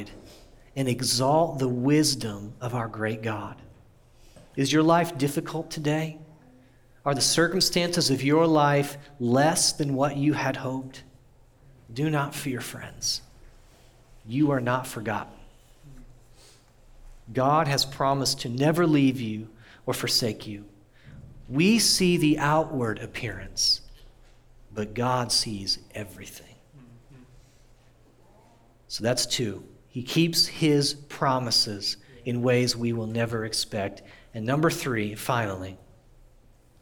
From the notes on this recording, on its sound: audio from New City Church in Champaign-Urbana, IL